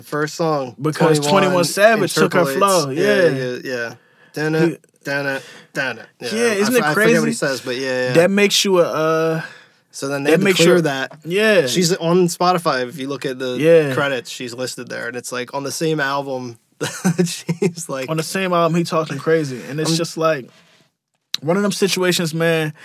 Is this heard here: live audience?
no